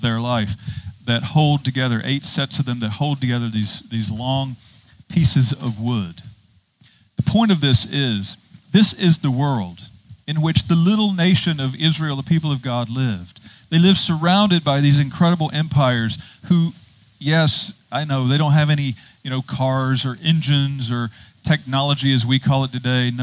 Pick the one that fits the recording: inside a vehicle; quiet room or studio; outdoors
outdoors